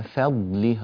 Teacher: في كلمة فضله ها لا تقول فضلي إنما فضله، رقق الفاء